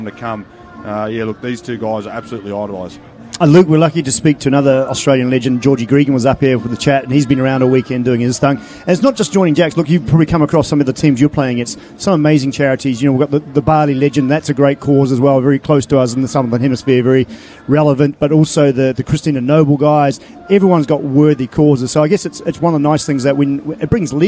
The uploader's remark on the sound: The Grill Live at Rugby 7s. The event to remember is celebrating its 50th anniversary of bringing nail-biting action, great crowds, a party atmosphere, and top class entertainment all together.